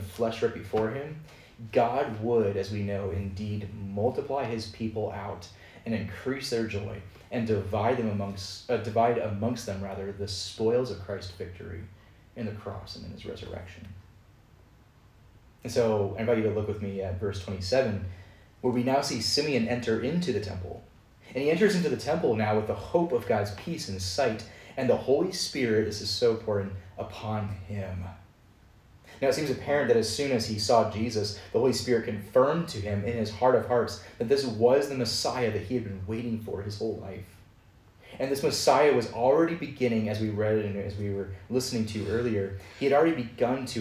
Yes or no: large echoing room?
yes